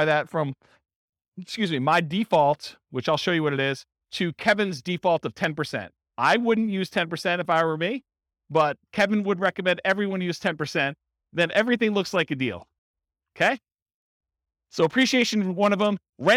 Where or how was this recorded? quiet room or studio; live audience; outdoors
live audience